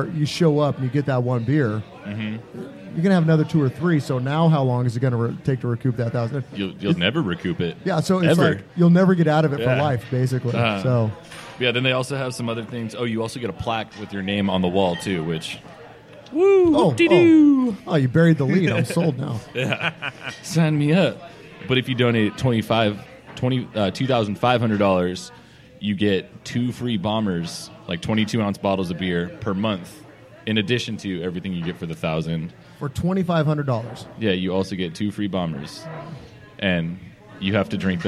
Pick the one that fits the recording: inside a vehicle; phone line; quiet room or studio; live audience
live audience